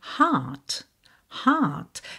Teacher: Já no Reino Unido, de maneira geral, eles não costumam fazer esse R enrolado, tá? Esse R que vem depois de uma vogal. O que eles fazem é um prolongamento dessa vogal.